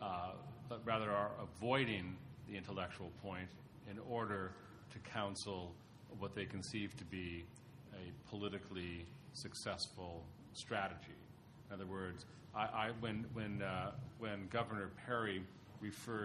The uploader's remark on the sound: Responds to the questions and comments of conference participants and audience members.